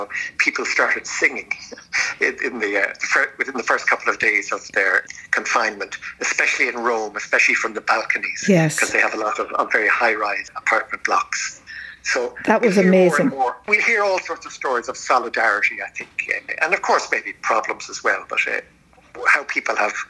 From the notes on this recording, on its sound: Coping with Covid 19 in Rome. Speaks by phone from an eerily deserted city, normally buzzing with people and energy.